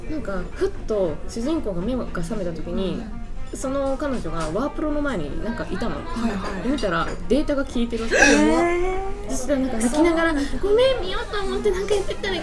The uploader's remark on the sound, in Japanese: ファミレスでの収録のため、まわりのがやがやと一部聞き取りにくい箇所があるかもしれません